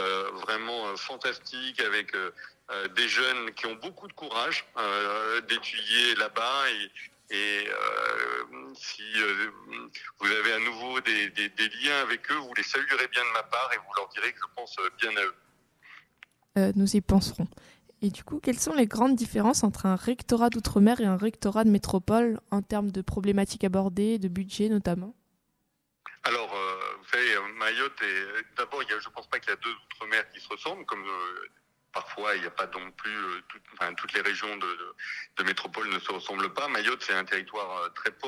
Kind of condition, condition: link, phone line